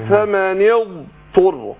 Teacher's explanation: الاستعلاء والإطباق اللي في الضاد